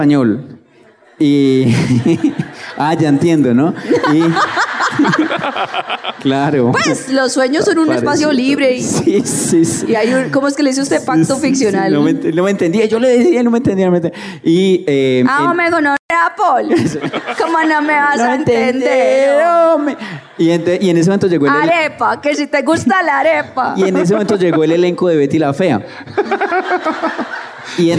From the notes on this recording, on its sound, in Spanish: Este año hicimos dos shows en Bogotá. Les compartimos este especial en vivo con gran parte de lo que pasó en vivo en el Teatro ABC.